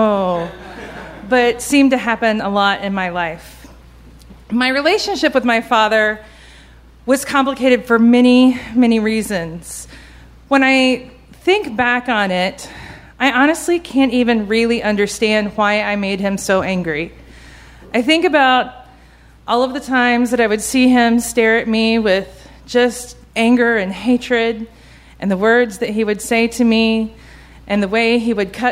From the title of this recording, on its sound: Live From Chapel Hill!